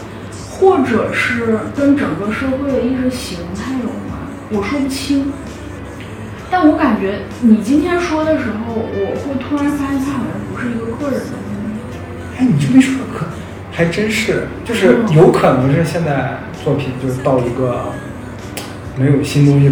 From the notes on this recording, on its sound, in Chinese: 房间空调声音很大…所以有杂音，收听请适当调整音量。